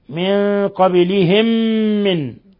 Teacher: ميم ساكنة أضغمت في الميم المتحركة بحيث أصبحت ميما واحدة مشددة · Term: إضغام مثلين صغير